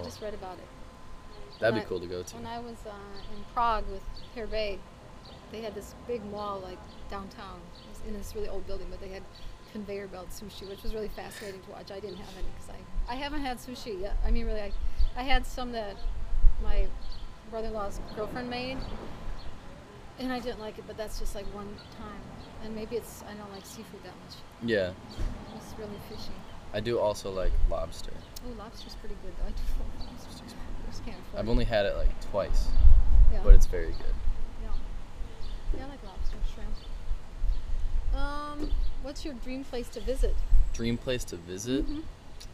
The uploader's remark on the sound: We record our conversation in the busy downtown area of Milwaukee (I APOLOGIZE FOR THE CIRCULAR SAW GOING OFF IN THE BACKGROUND OCCASIONALLY) outside of a hole in the wall coffee shop.